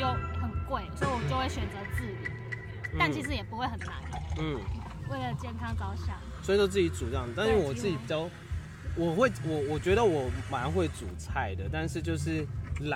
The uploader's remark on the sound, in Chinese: 野外錄出。在意音質者請注意！！！！錄音來自2020年漂遊者音樂祭現場收音。